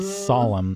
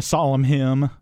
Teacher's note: there are a number of words that have that M-N, and we just kind of drop that N sound